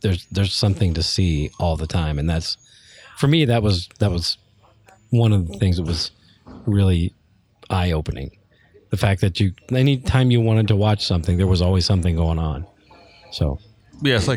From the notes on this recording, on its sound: At Joe Nall. This was recorded outside so there's a bit of background noise.